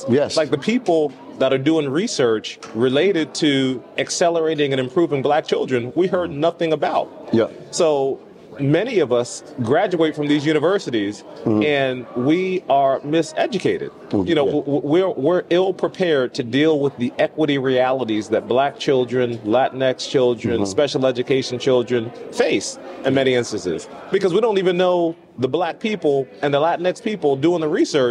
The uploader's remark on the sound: Broadcasts directly from the vibrant heart of the NABSE Conference in New Orleans.